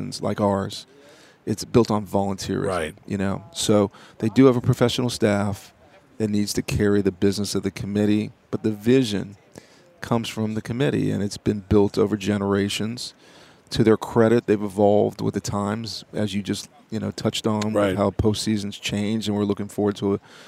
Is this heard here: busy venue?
yes